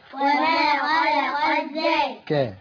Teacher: لام شمسية مضغمة في الذال المفتوحة